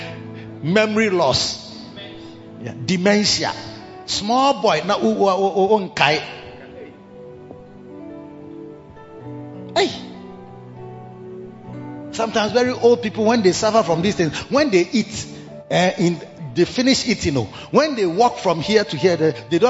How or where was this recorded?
large echoing room